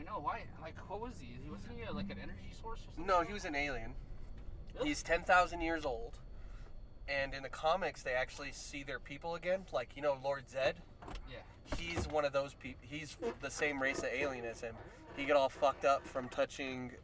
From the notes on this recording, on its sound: our 3 hour recording in the truck